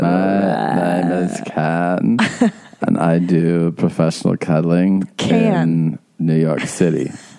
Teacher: And he has vocal fry. Intense vocal fry.